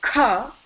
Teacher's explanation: you will clearly feel the air touching your palm